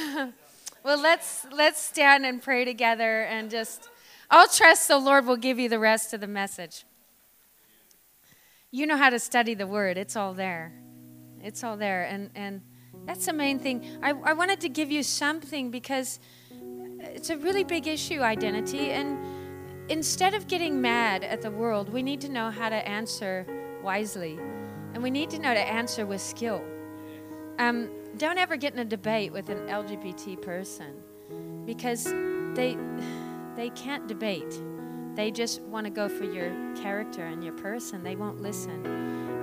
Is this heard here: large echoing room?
yes